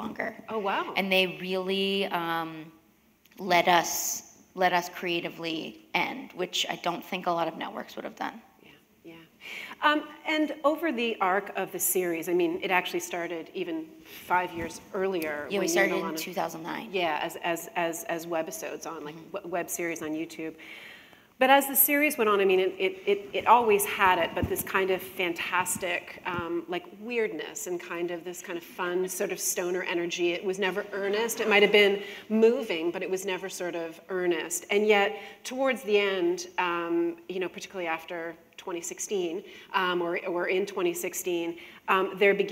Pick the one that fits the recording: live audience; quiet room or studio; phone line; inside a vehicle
live audience